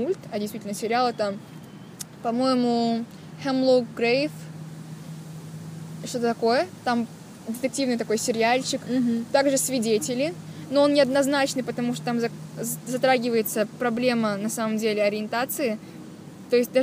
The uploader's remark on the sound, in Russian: Записанный совсем не на диване, а в солнечном парке! Звук стал более приятным, надеюсь перепады громкости больше не будут так резать уши.